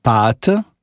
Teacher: A wie in Pate klingt etwa wie das lange A in Paar. Der Vokal wird etwas weiter hinten gebildet.